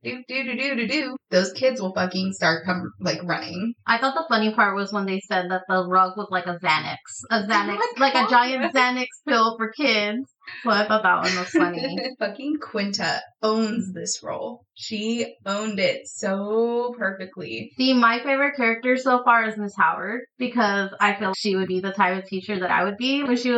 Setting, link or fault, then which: fault, poor sound quality